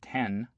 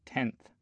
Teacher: the movement from alveolar to dental place of articulation for N in a word like tenth · Shown in: second take · If you compare your own production of ten to tenth, you should feel a difference in where the tongue goes during the N.